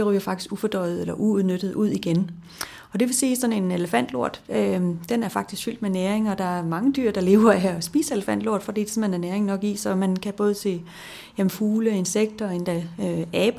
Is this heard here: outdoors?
no